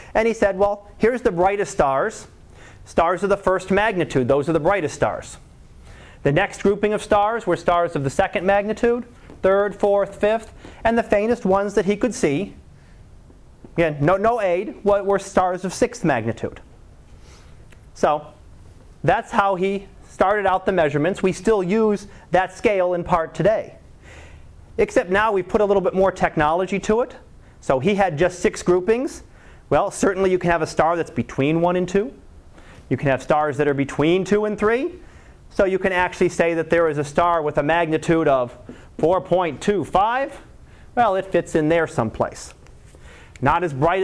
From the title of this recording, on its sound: Live Class Lecture